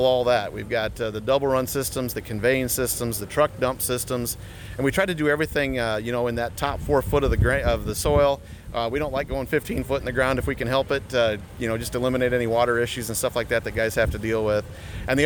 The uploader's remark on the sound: Conversations from Farm Progress Show 2022